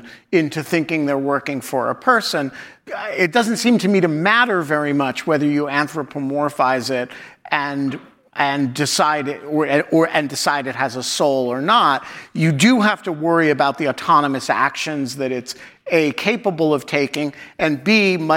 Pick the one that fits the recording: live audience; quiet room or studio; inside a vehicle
live audience